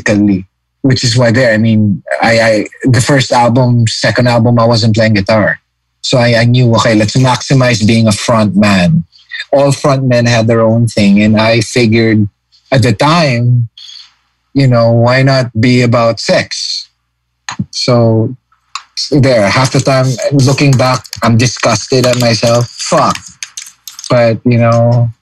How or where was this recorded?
video call